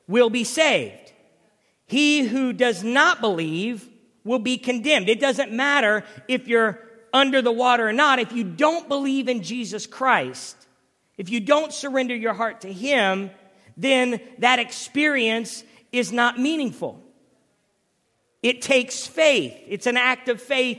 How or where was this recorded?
large echoing room